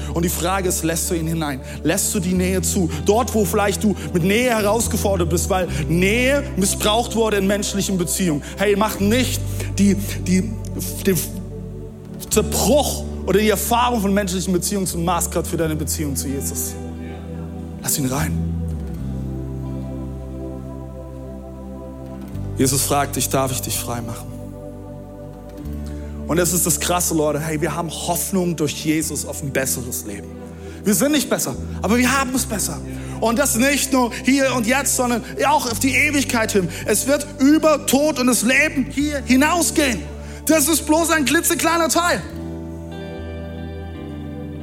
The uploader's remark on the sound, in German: Audiomitschnitt der Predigt vom 19.